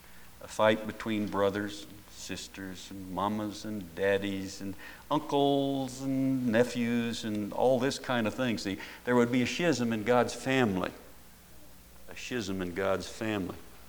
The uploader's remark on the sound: at Paradise Valley Christian Church in Casper, Wyoming